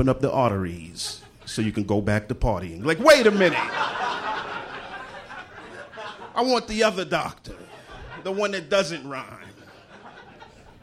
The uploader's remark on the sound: Recorded live at the Bentzen Ball in Washington, D.C.